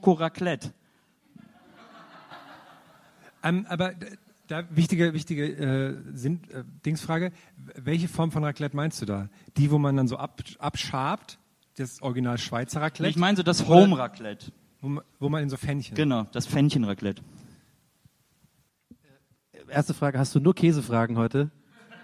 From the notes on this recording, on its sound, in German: Live #4 re:publica. Unsere Live-Session von der re:publica.